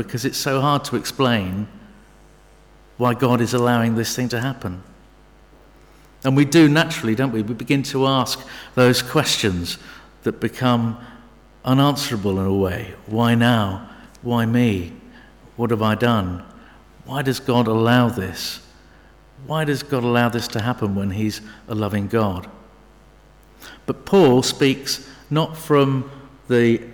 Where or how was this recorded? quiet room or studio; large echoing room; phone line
large echoing room